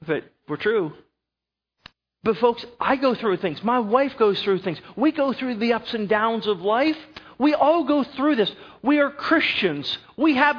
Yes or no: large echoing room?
yes